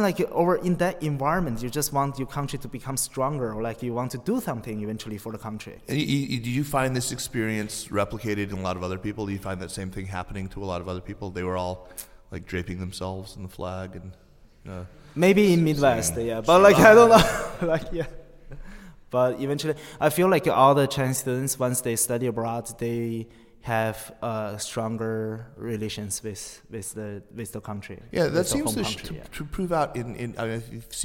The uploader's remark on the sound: live at the Princeton US-China Global Governance Forum